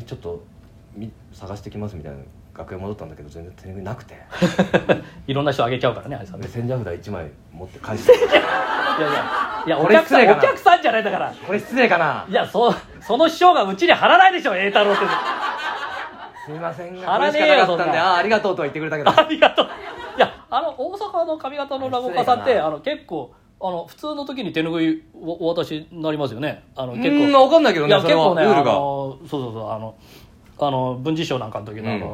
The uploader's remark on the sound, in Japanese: 公開収録4大須の話。